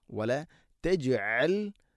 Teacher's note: വലാ തജ് ജീമിനെ ഖൽഖല ചെയ്യണം, കേൾക്കണം. വലാ തജ്അൽ, തജ്അൽ അല്ല, ഹംസ അല്ല, തജ്അൽ, തജ്അൽ.